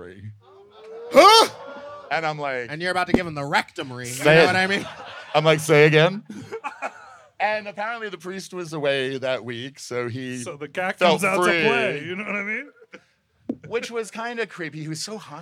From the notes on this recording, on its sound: Live from CCBC in Cathedral City. Deliver a poolside episode of Sloppy Seconds.